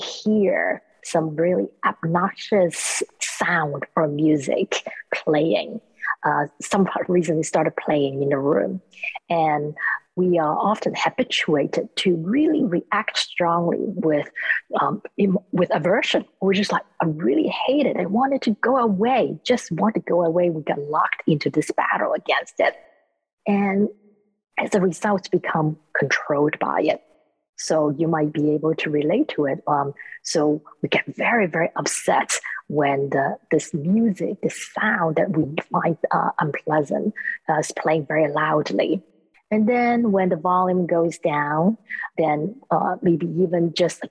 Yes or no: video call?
yes